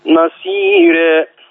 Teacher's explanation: ها نصيرا رقق الراء نصيرا